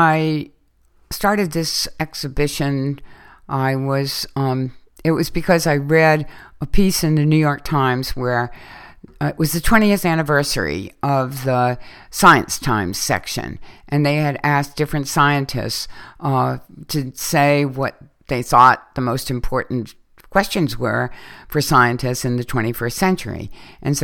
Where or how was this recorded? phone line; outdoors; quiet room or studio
quiet room or studio